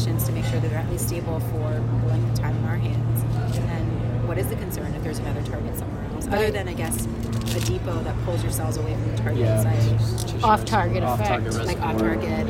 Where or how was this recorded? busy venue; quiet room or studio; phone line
busy venue